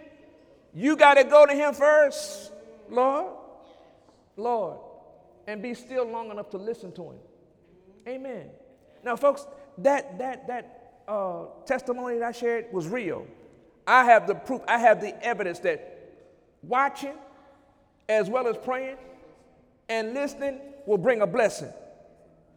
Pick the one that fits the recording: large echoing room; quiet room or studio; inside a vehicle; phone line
large echoing room